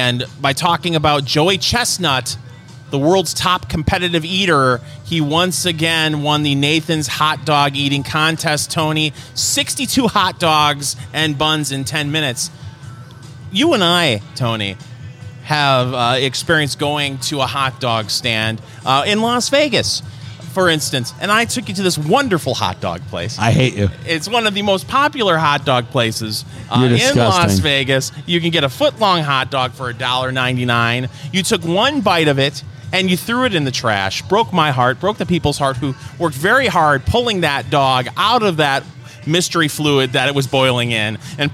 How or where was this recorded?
busy venue